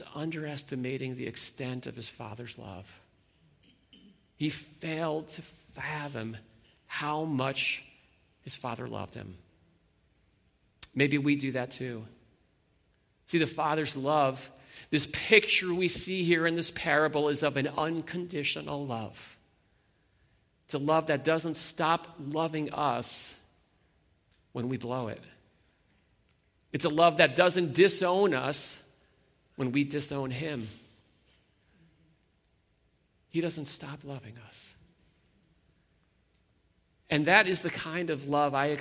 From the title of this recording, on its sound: Sunday Morning Worship Gathering